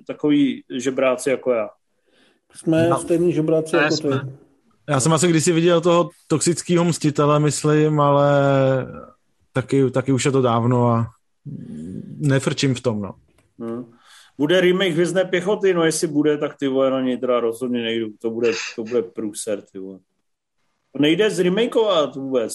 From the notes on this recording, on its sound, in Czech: Nejnovější MZ Live nečekaně přes Zoom